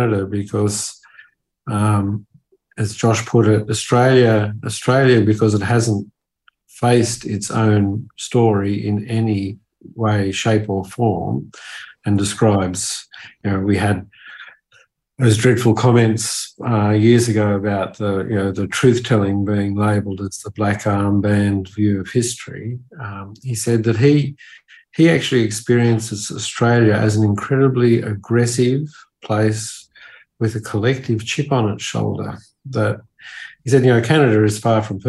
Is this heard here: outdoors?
no